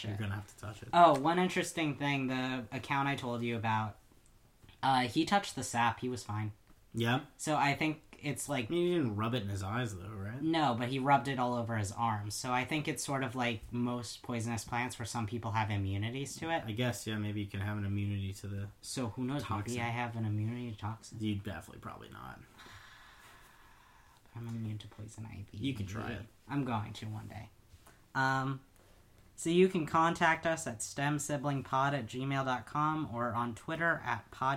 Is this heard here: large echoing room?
no